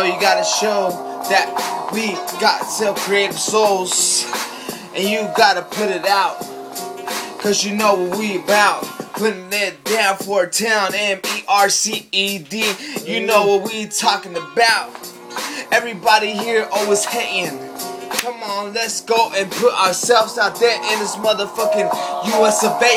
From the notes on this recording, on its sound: Recorded live from iPhone